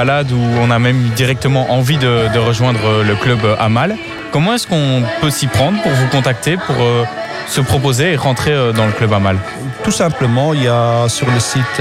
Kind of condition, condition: setting, busy venue